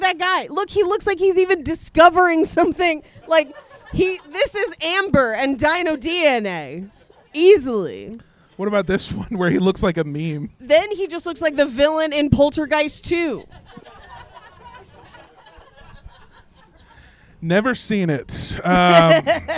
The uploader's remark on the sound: Live from Panic Fest 2023. Thank you to everyone who came out and to everyone listening at home.